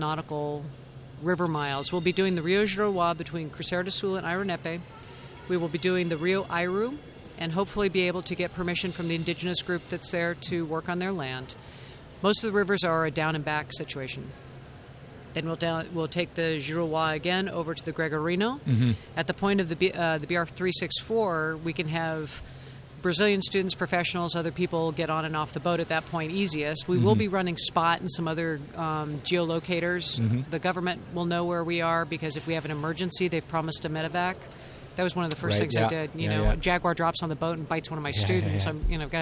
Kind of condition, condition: setting, busy venue